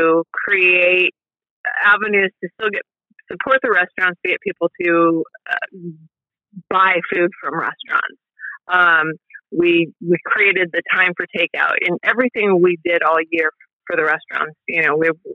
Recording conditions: phone line